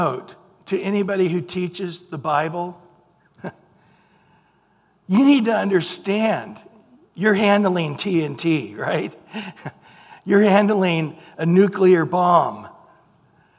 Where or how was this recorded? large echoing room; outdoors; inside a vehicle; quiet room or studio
large echoing room